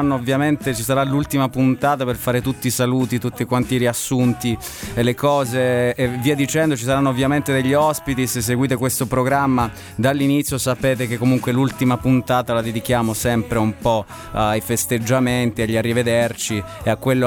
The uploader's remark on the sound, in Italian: al telefono